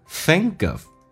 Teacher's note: 在美式发音当中要被浊化，k 要发成 g